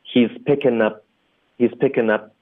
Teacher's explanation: 我们一般会把重音放在 up 上